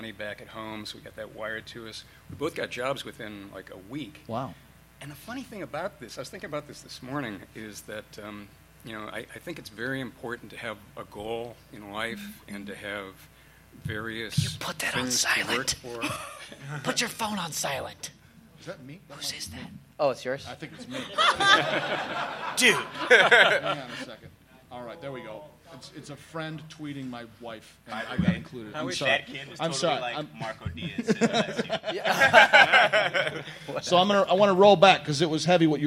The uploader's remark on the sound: Recorded LIVE at Stan Lee's LA Comicon. With live Q&A.